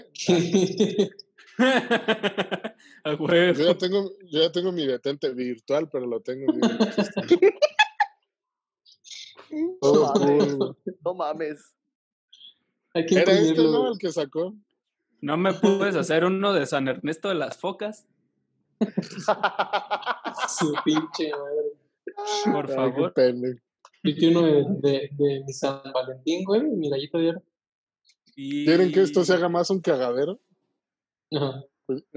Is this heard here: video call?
yes